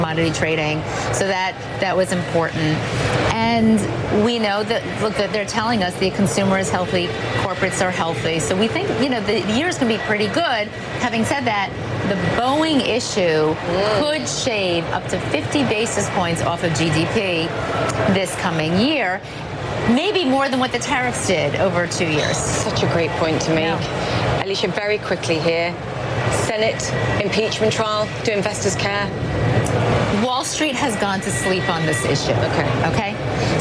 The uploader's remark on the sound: live from the New York Stock Exchange